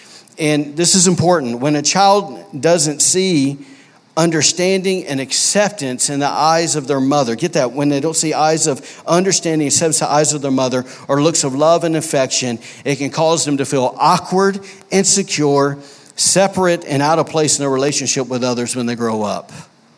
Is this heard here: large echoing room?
yes